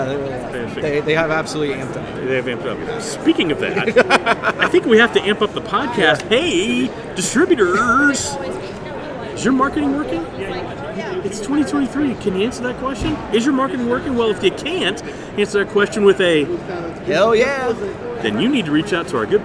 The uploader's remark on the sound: recording LIVE at the Evans booth at PPAI Expo